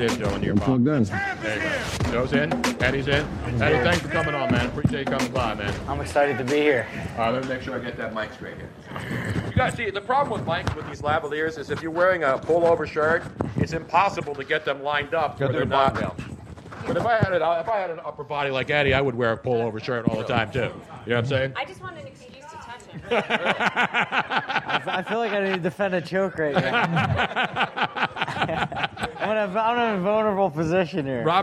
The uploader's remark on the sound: Another great crowd and fun night on the Podcast. Was upset with the slow internet.